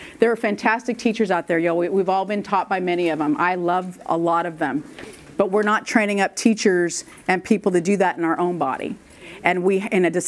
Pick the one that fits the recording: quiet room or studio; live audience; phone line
live audience